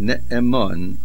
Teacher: The mem is the middle root letter. And therefore, the main accent is on the mem.